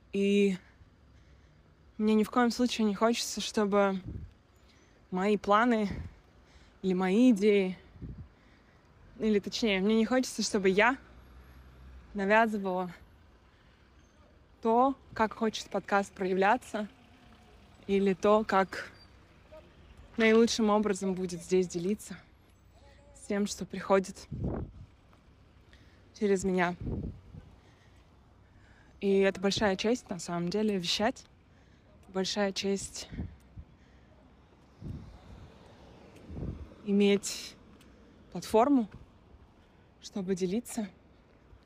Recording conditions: outdoors